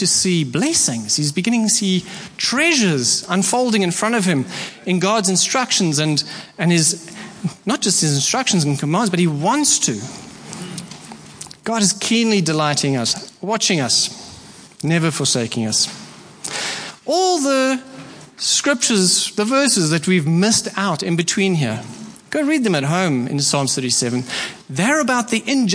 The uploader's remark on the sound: Preached at Horsham Downs on 28/01/24